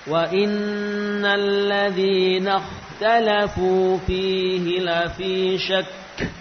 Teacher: Huruf kaf adalah huruf syiddah yang diikuti hamas atau nafas. Nah, ini juga nafasnya tidak langsung keluar namun tertunda.